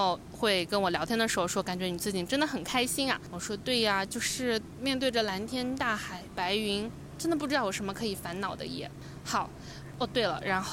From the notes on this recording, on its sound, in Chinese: 海南的大海。封面是昨天录音时面对的海。